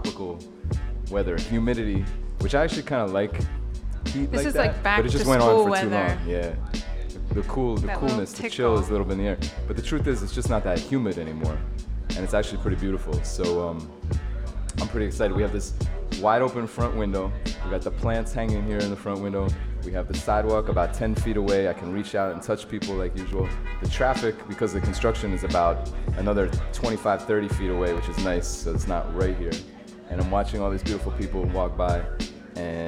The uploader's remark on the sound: Originally broadcast live on August 22, 2016 from the storefront of The Late Late Bar on Houston Street in New York City.